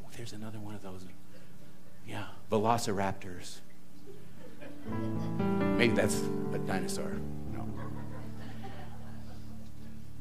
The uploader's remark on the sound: This talk was recorded live at the Center for Spiritual Living Prescott on December 31, 2023.